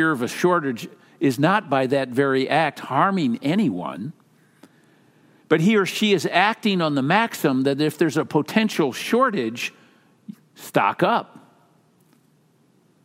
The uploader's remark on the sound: Message is delivered during the Traditional Worship service.